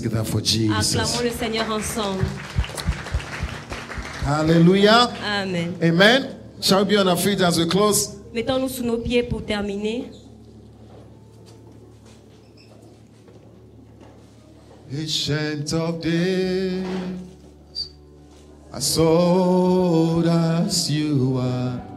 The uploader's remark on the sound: Preached during Joyful Hour Sunday Service